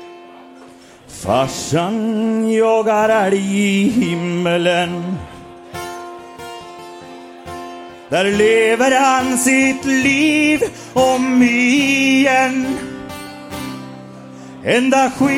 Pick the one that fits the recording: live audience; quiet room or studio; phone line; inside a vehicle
live audience